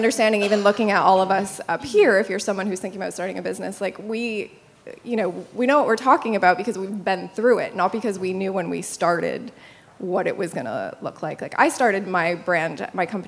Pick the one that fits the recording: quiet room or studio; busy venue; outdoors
busy venue